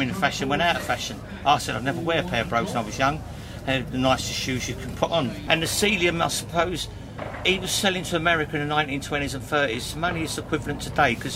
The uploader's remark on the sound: Recorded at the Game Fair 2023 at Ragley Hall.